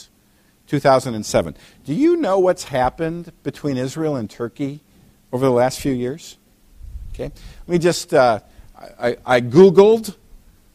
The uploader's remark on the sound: preached at Valleybrook Community Church meeting at Blackberrycreek Elementary School in Elburn, IL